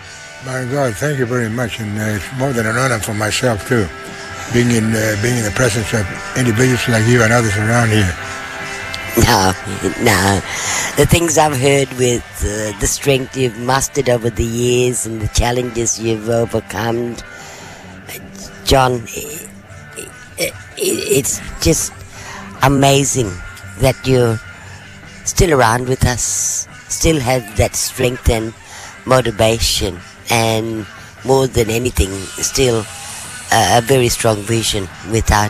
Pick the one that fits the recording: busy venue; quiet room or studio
busy venue